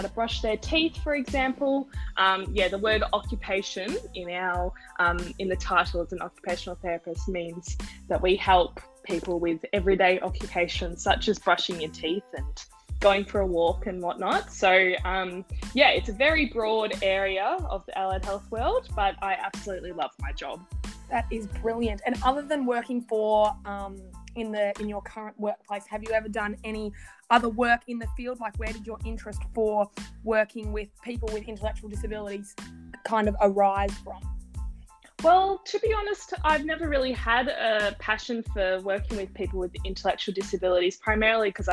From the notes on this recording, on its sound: Apologies for the poor audio quality.